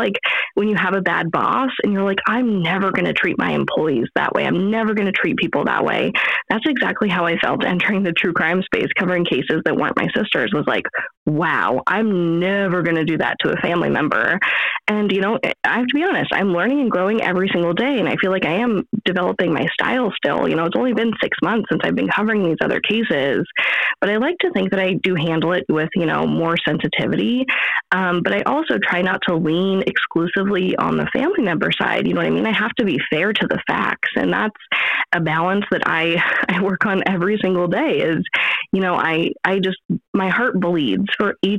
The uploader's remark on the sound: our phone connection was a little wonky